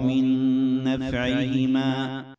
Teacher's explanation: نون بعدها نون تدغم بغنة